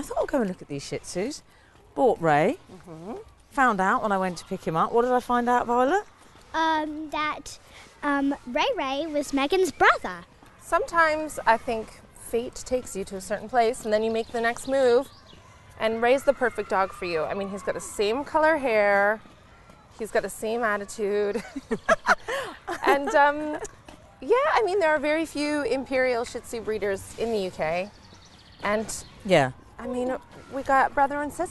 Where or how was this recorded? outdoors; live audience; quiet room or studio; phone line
outdoors